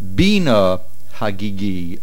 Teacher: Bina, with the accent on the beis, means a command